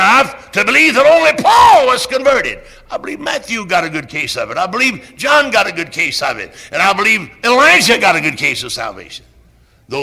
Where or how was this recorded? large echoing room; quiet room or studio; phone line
large echoing room